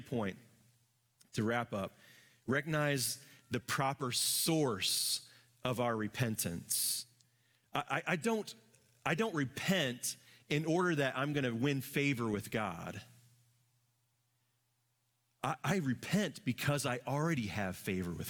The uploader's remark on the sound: Live from our Celebration Ministry Center